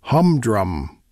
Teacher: humdrum, with emphasis on the last syllable